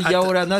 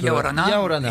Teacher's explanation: dans le Yaorana, il y a une glottale au début